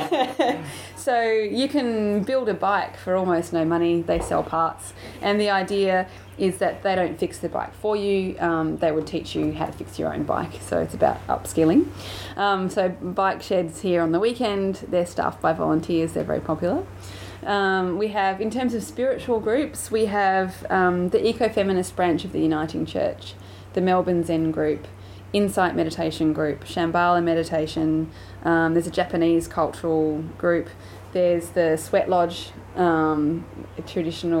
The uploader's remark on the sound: Recently, these 5 year old recordings were found in the Behind the Lines vaults, and this is the result. Apologies for the wind noise throughout the recording, we have done our best to keep things easy to understand.